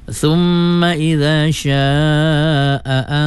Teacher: nun mati lagi jumpa syin, wajib gunnah, dua harkat